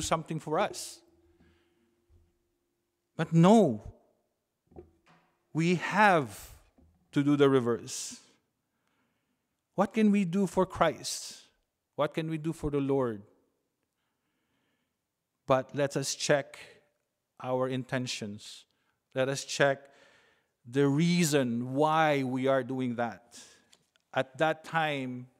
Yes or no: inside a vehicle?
no